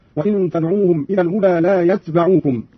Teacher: قرأ قالون بإسكان التاء مخففة وفتح الباء هكذا: وإن تنعوهم إلى الهدى لا يتبعوكم.